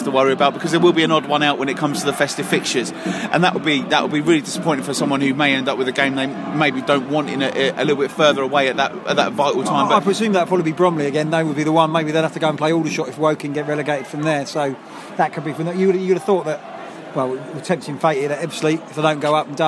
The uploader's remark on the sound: Record the show during a cup final, including a live penalty shoot-out. After Maidstone United's Kent Senior Cup win over Folkestone Invicta.